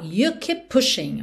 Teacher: keep termina em P, pushing começa em P, você junta num P só. You keep pushing, ok?